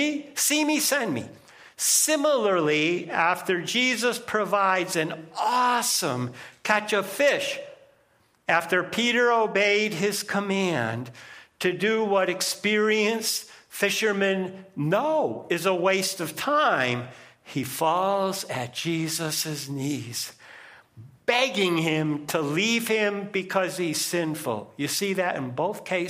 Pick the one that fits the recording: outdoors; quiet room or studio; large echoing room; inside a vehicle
large echoing room